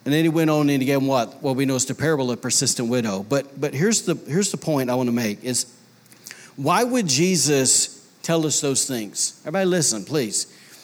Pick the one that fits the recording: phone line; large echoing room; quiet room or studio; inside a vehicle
large echoing room